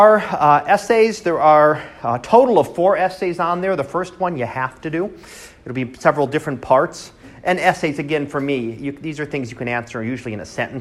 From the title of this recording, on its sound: Live Class Lecture